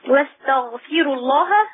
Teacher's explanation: ترقيق الراء لا يؤثر على تفخيم لفظ الجلالة